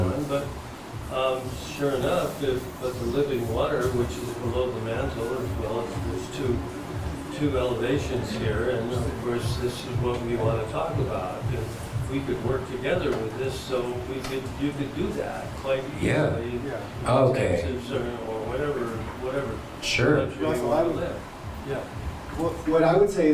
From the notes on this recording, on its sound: delivered an inspiring presentation at the Music and Sky: Soul Family Gathering event